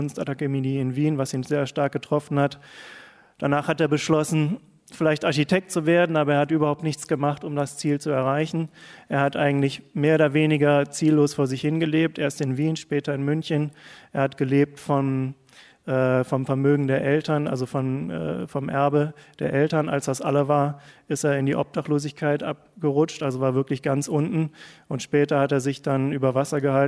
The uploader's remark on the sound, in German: live aus dem Gloria Theater Köln